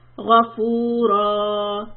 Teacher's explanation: we are going to stretch the fatha. We are going to keep that alif sound. · Term: tanween fatha